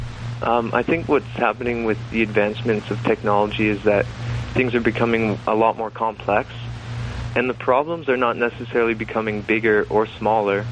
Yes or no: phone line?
yes